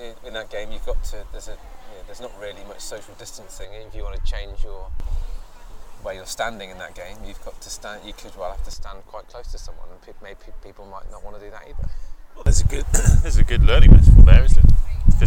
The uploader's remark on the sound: As we reach the fag-end of the British summer we managed to grab a face to face drink outside a cidery (hence the periodic burst of wind across the microphones) on the outskirts of Cheltenham.